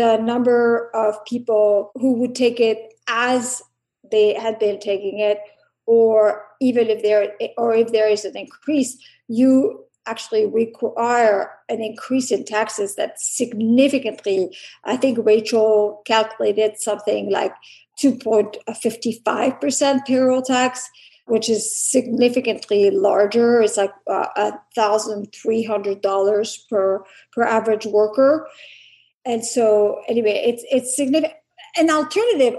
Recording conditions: video call